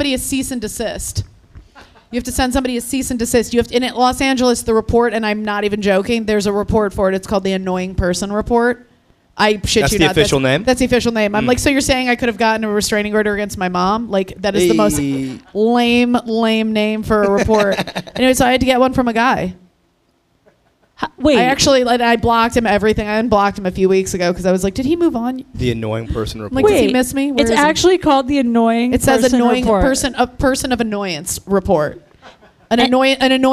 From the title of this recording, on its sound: LIVE IN CLEVELAND